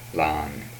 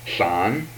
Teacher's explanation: These are approximant and fricative laterals